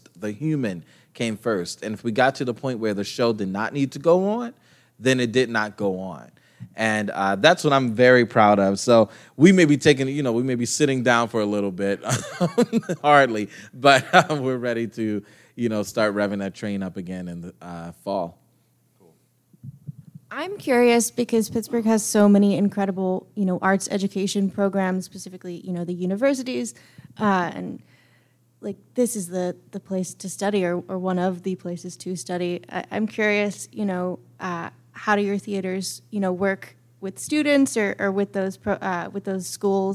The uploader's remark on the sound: Live From Pittsburgh. Our live session with Steel City arts journalist.